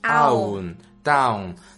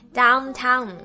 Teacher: Ow 的发音。 ow 双元音 ow。很多人都会读成啊，或有的时候会简单读成小口啊